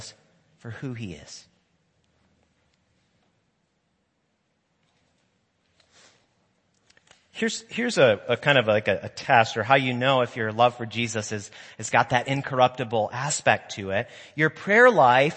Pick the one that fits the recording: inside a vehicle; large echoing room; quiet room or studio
large echoing room